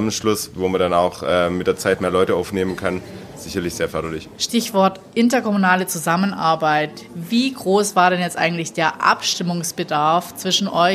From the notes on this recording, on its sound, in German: Wir waren live dabei beim Pitch der Kommunen im Rahmen des Landeswettbewerbs für gründungsfreundliche Kommunen. Wir horchen rein in eine kleine Auswahl von Pitches und hören uns an, wie Vertreterinnen und Vertreter auf kommunaler Ebene live vor der Jury pitchen.